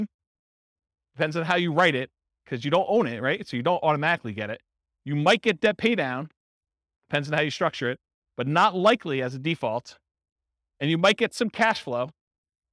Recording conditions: live audience